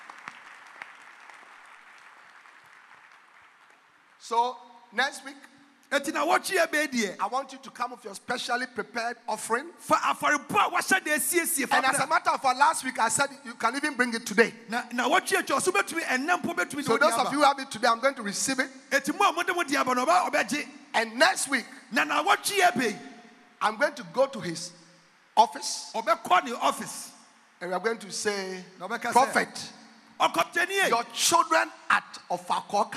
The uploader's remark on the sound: Preached at The Life Cathedral, Ofaakor -Kasoa, Ghana.